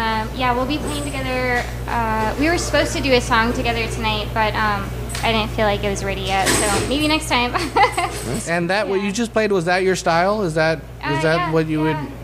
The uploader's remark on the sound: In this episode we migrate a couple blocks down from our home at the XL Public House to the Cherry Beans open mic event for First Fridays.